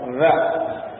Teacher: Kalau huruf za ujung lidah bertemu dengan ujung gigi teratas